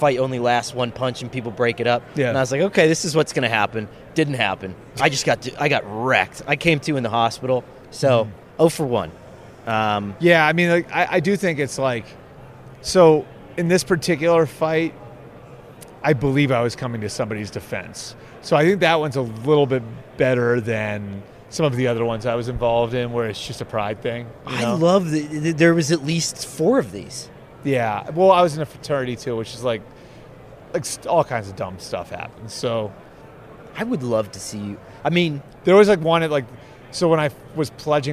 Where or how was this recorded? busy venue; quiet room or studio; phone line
busy venue